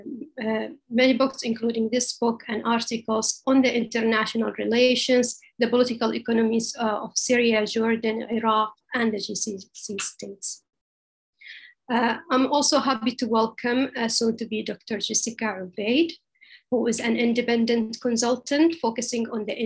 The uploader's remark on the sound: This public talk was conducted online via Zoom